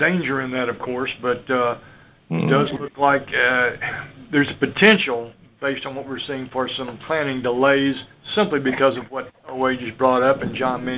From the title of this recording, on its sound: Monthly Conference Call